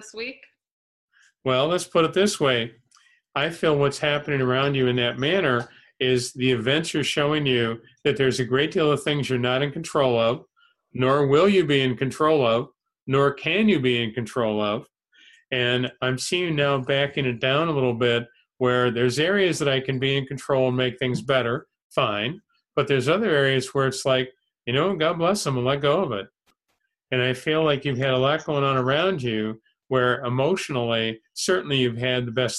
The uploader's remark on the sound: held online via zoom